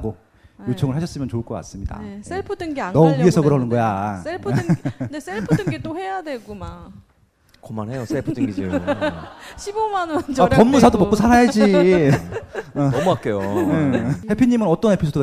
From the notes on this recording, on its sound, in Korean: 이번에 팟캐스트 책 출간 기념으로 공개방송을 진행하였습니다